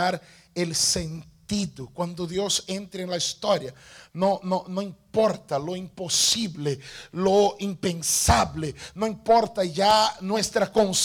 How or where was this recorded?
large echoing room